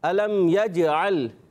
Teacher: जीम में आवाज़ लौट कर आती है · Term: कलकला